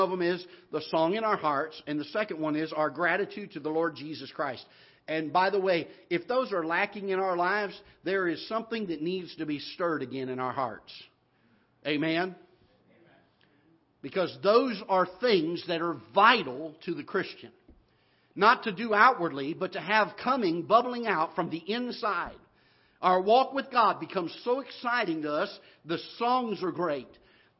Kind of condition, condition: setting, large echoing room